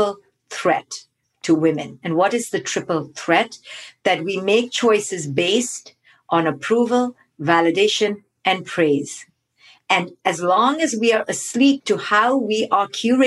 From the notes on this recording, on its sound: On this live call. Live bonus Q&A session.